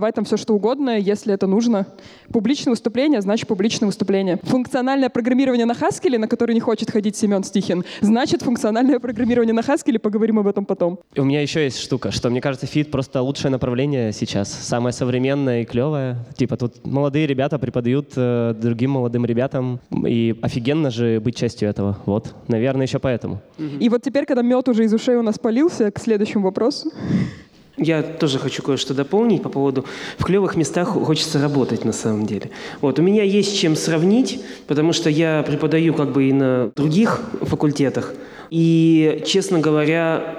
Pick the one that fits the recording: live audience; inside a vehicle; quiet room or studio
live audience